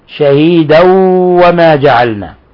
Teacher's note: ويكون الرسول عليكم شهيدا وما جعلنا القبلة، تنوين فتح جاء بعده الواو، الحكم التجويدي، الحكم التجويدي إضغام بغنة